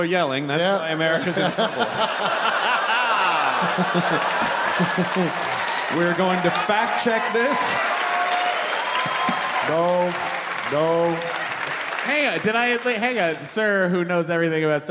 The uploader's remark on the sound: It's the Nerdist Podcast live from SF Sketchfest at the Curran Theatre!